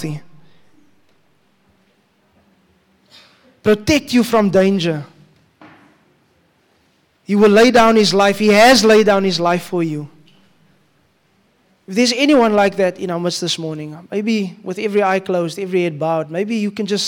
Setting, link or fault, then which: setting, live audience